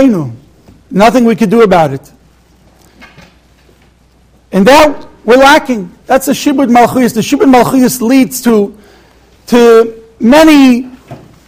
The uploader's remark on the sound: Shiur recorded in Yeshivas Ohr Reuven, Monsey, NY.